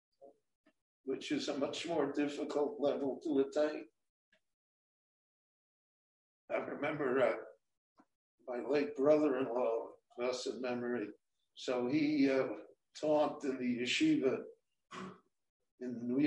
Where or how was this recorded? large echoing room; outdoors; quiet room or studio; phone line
large echoing room